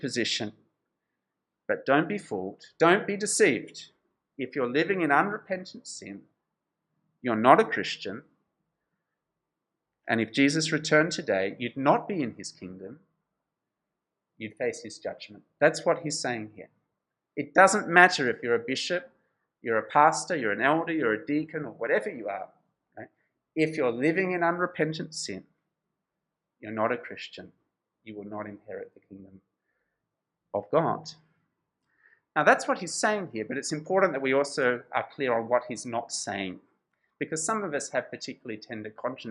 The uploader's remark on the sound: This sermon was preached at Covenant Grace Church Penang on 13th March 2022.